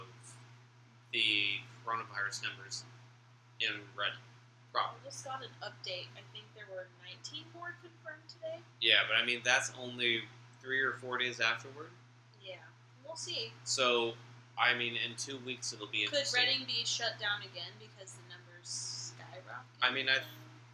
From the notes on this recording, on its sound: In what may be the quietest episode yet (the mic's were turned down a little low).